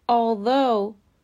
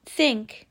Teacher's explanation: پس وایس تیج و آن وایس تیج هر دو دقیقا از یک جا تلفظ میشن. تنها فرقشون در لرزیدن یا نلرزیدن تارهای صوتیه